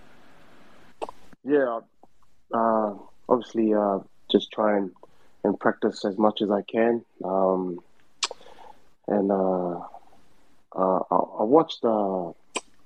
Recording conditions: video call